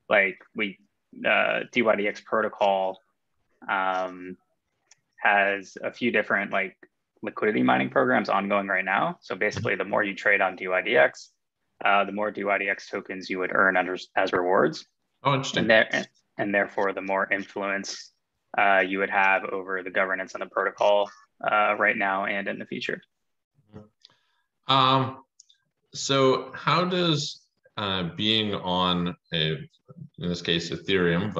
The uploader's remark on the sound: joined a zoom meeting